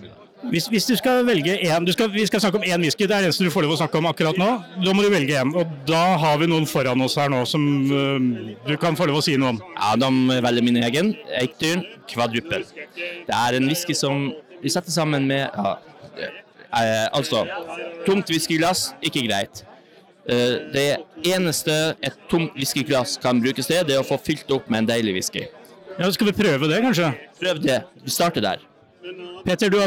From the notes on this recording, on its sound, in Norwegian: Oslo Whiskyfestival 2023. Det blir høylydt og torvrøyk på flere språk når de to kaster seg ut i tre etasjer med whiskyboder.